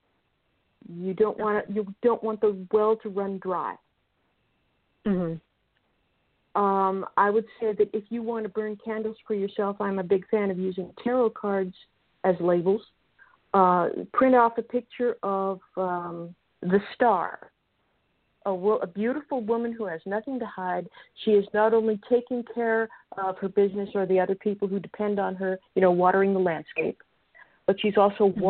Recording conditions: phone line